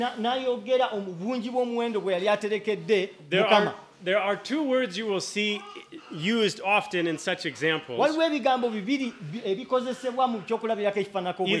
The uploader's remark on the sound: With Luganda Translation. At Lubumba Community Church on Sunday February 18, 2024.